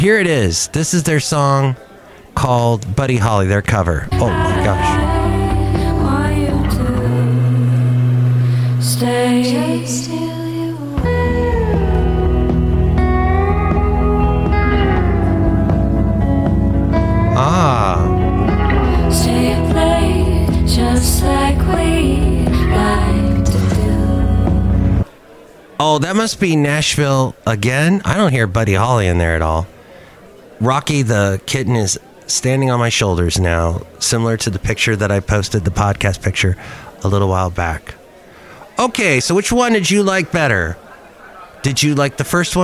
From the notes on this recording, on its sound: Podcast live from Cafe Anyway.